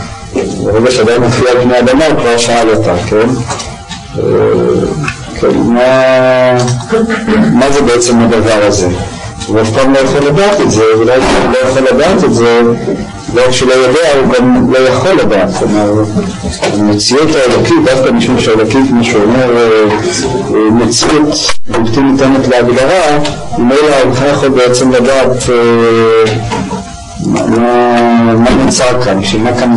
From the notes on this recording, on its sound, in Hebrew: הקלטה משובשת.